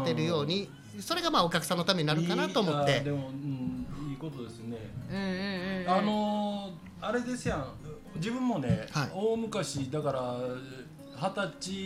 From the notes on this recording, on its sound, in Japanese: 大阪市内のスタジオライブバー・カノンにて収録配信。お酒を飲みながら。